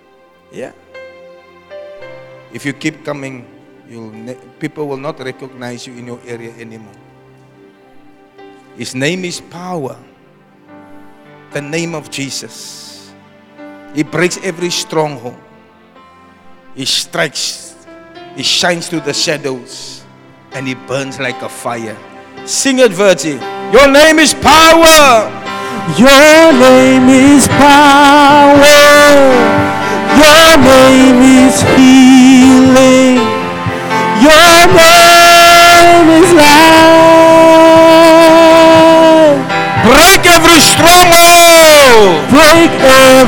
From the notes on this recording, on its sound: Preached at Zion Sanctuary, Cape Town on the 5 November 2023